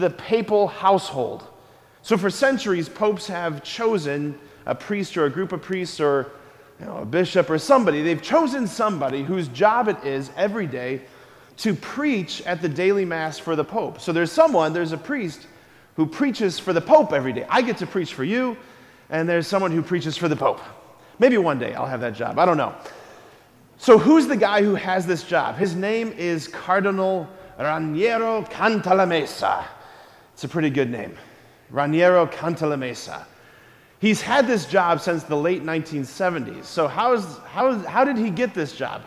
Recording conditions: large echoing room